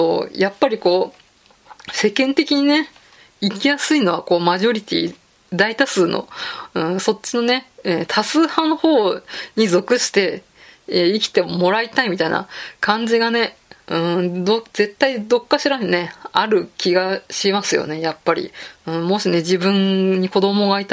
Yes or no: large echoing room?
no